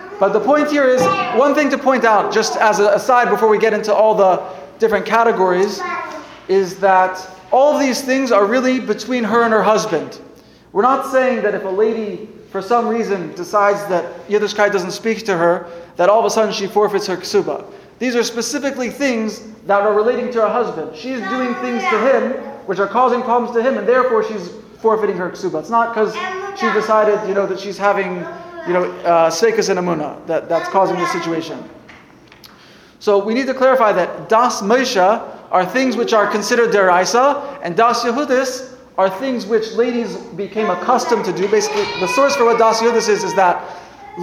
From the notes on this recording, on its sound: Sunday Kolel Lecture. Recorded live at The Torah Center ATL on June 11, 2023.